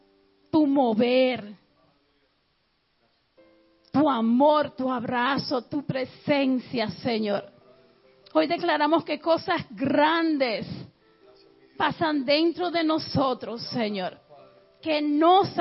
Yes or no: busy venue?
no